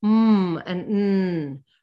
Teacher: So what this lesson does in a really beautiful way is it plays with the resonances. So when the mouth is closed, then what happens is that the air has to go through, has to come out, it goes through the nose. So the mm and mm, right? · Term: nasal sounds